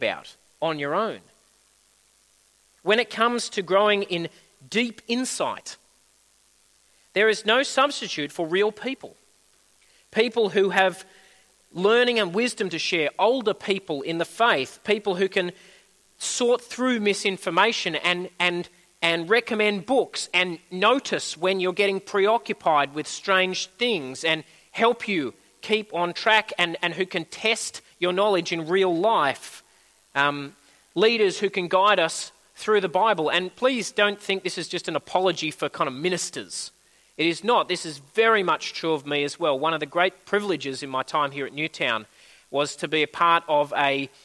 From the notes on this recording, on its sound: At a Church in the Graveyard service